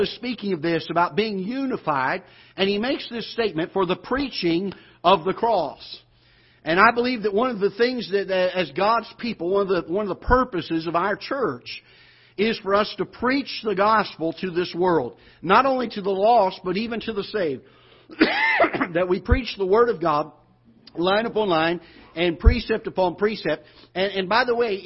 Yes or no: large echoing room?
yes